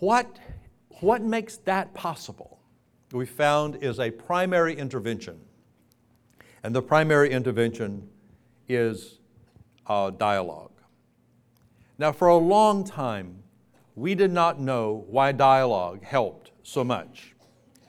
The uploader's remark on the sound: Keynote from the Being Ageless Conference in Fort Lauderdale, FL in 2007